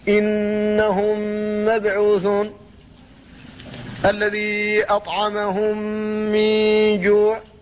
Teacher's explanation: تدغم فيه الميم الأولى وهي الساكنة في الميم الثانية وهي المحركة، سواء كان هذا في كلمتين كما هنا أو كان في كلمة واحدة، فكل ذلك إدغام شفوي.